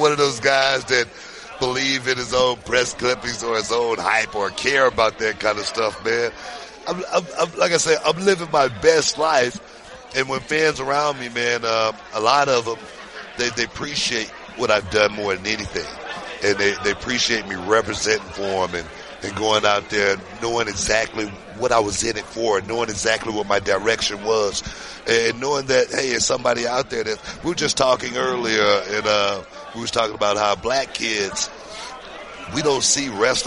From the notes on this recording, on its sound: Cheap Heat In Vegas! Live from Radio Row for Wilder-Fury 2.